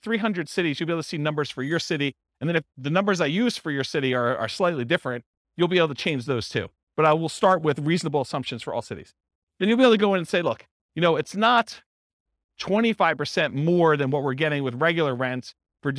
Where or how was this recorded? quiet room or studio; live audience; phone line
live audience